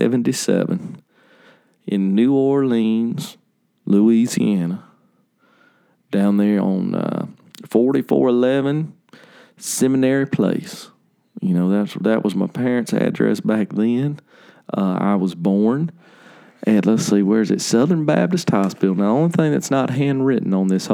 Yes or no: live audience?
no